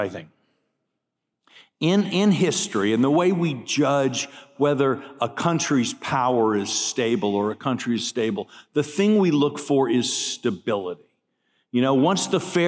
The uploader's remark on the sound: keynote address at IWP's Gala on September 28, 2022